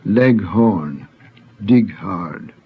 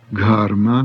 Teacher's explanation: In Sanskrit, there is also an aspirated hard G sound.